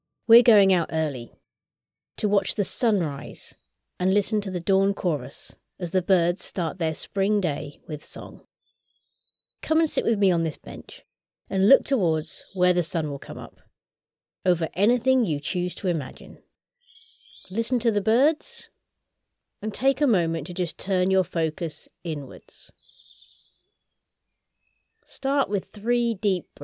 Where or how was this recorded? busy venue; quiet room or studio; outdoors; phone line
outdoors